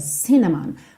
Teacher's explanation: Essa palavra canela em inglês, cinnamon, tem a sílaba tônica na primeira sílaba, cinnamon. Mas aqui, por conta da melodia, acaba que a última sílaba também ganhou um pezinho extra.